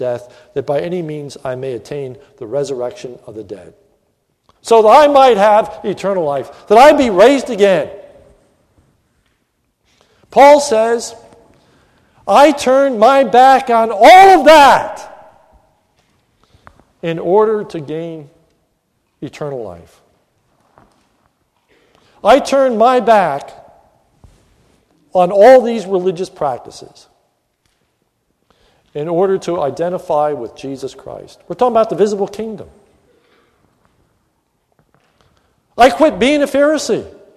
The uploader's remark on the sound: This is a sermon recorded at the Lebanon Bible Fellowship Church in Lebanon, PA, on 3/22/2015 during the morning worship service